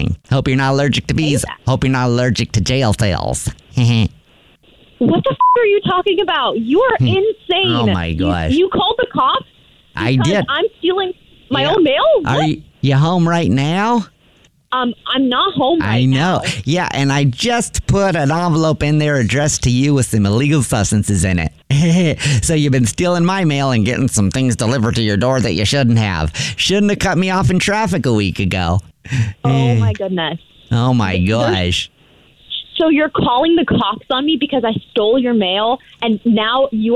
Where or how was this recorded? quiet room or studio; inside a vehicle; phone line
phone line